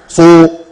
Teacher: الصاد مفتوحه انا جبتها فيها شبه الضم، مبالغه شديده